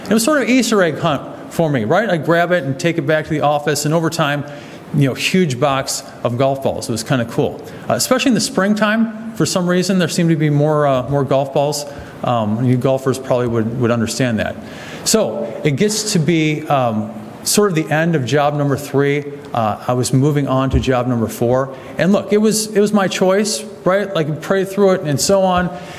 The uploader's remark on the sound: sermon from August 13, 2023 at the Clarence Church of Christ, Clarence, NY